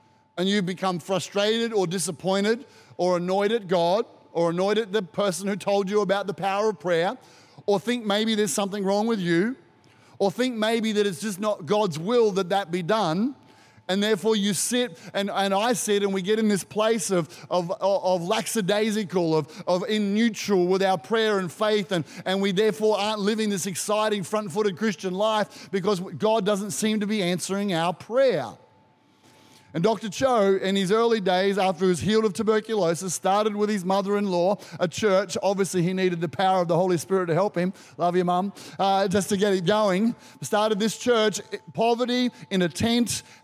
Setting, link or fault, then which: setting, live audience